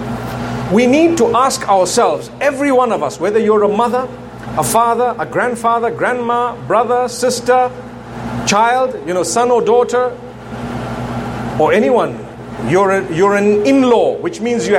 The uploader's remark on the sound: Part of the Inspire Tour of the Caribbean, this talk was delivered at the Muslim Fair at the National Cricket Centre in Trinidad and Tobago.